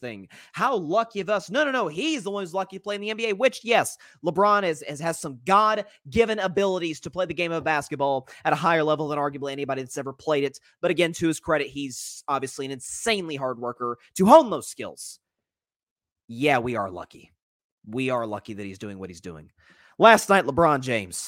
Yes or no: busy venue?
no